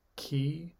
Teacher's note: I'm using the back of my tongue against the roof to block the sound and then releasing it. · Term: plosive